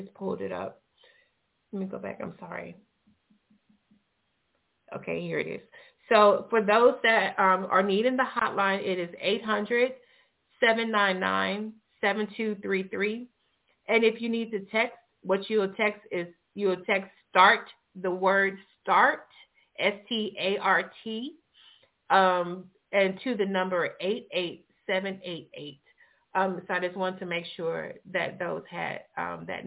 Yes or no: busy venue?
no